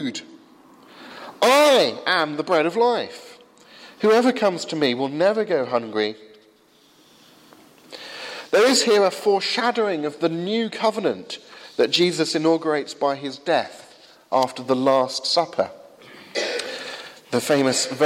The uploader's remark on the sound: Sermon from 8 am service at Highfield Church Southampton